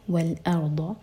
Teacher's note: ضاد ہیوی، ضاد زبان کی سائڈ سے